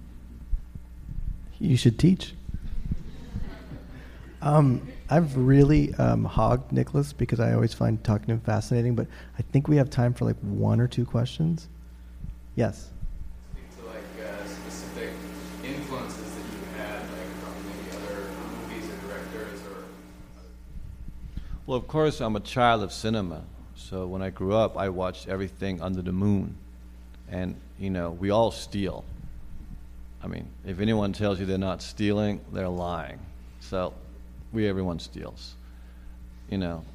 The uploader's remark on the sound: Took place live recently at the Film Society of Lincoln Center. The audio comes from our friends over at The Close-Up.